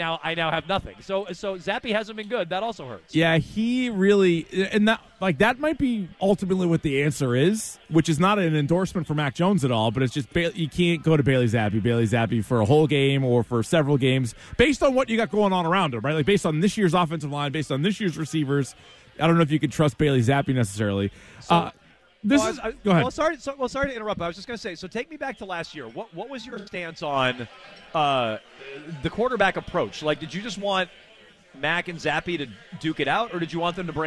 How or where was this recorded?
outdoors